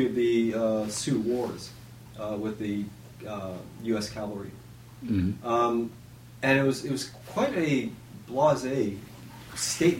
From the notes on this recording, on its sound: In Florida at the International Conference in the Arts. The sound quality is not ideal.